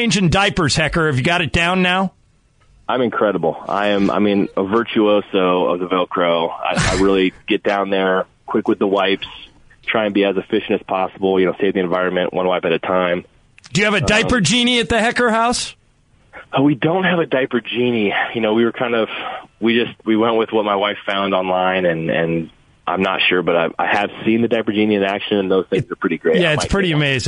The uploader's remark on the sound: called